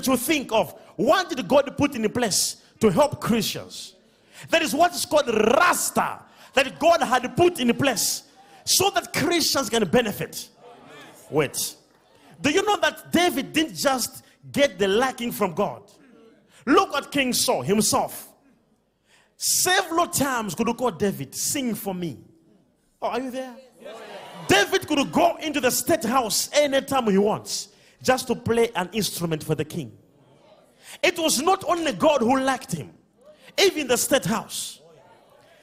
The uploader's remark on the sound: DIPLOMATIC SERVICE LIVE | ECG CHURCH.